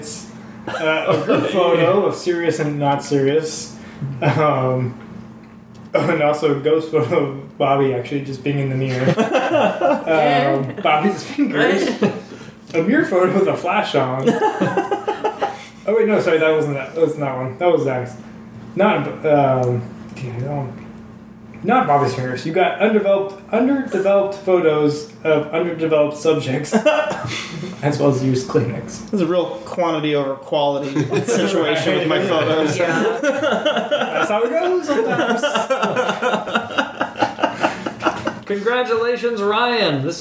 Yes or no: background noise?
yes